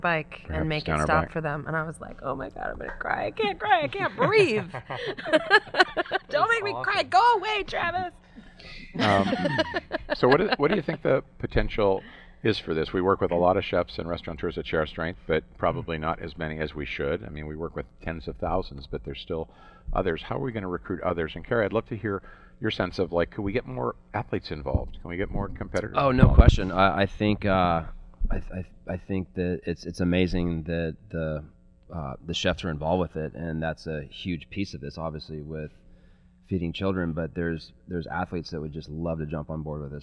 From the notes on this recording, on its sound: This special edition of Add Passion and Stir was taped at Chefs Cycle, a 300-mile fundraising bike ride in Santa Rosa, CA.